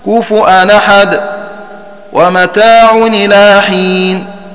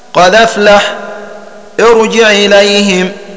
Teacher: ورشا ينقل حركة الهمز إلى الساكن قبله ويحذف الهمز فيصير الحرف الساكن مضموما إن كانت حركة الهمز ضمة، ويصير مفتوحا